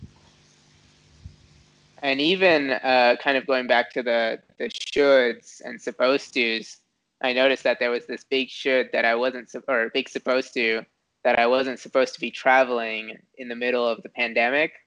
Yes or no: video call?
yes